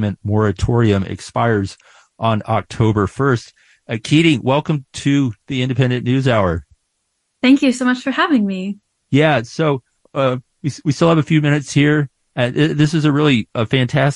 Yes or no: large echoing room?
no